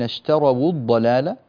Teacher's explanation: اشتروا الواو هنا مضمومة تخلصا من التقاء الساكنين